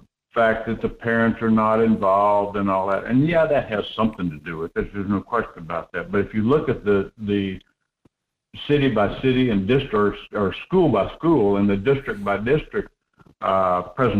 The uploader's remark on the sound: Then we'll take some phone calls.